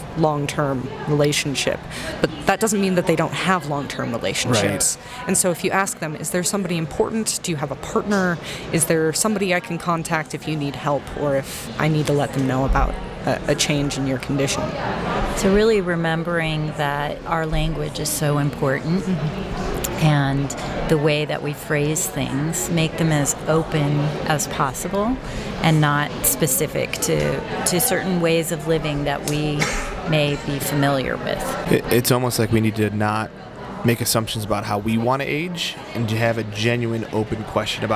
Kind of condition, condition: setting, busy venue